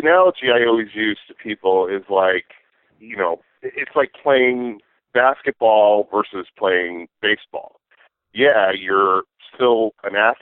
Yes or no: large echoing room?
no